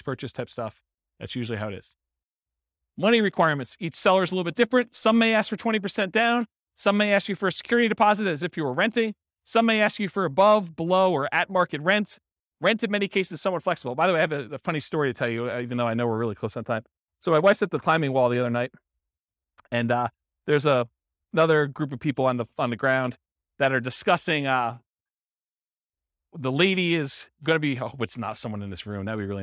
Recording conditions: live audience